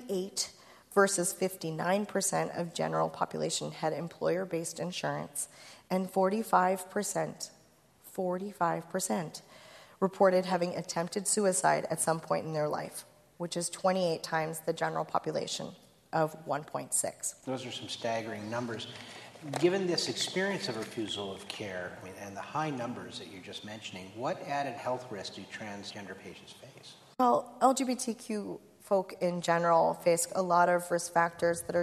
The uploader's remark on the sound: At a recent live event recorded in Chicago